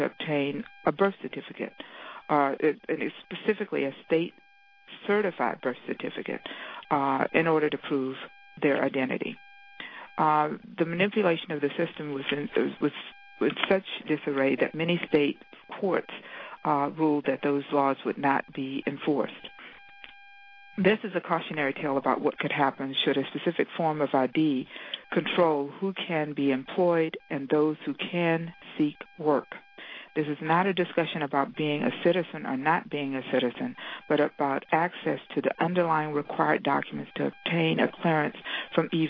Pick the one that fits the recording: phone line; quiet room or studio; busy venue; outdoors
phone line